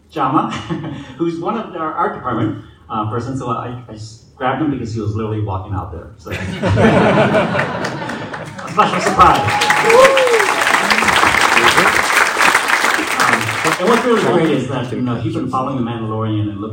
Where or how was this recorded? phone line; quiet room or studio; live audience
live audience